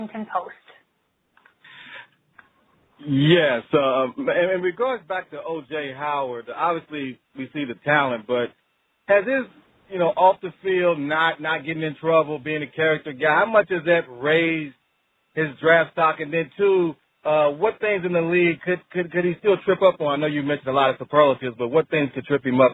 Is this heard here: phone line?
yes